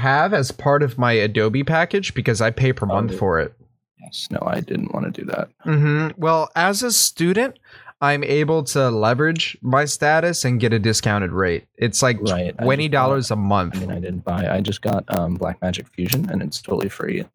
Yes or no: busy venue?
no